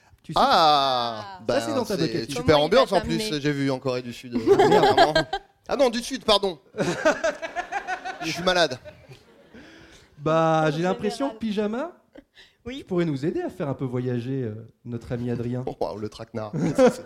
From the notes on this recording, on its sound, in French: ALL STARS en plublic. Sur la scène de l'Apollo Théâtre, devant 304 Touristos et Touristas de folie.